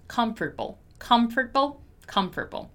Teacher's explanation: And my letter A is simply not pronounced